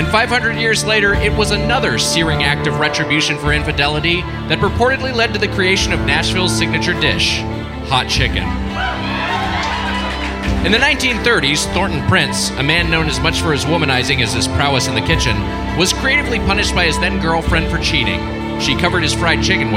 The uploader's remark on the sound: Recorded live on April 11th, 2019 at Zanies in Nashville, TN.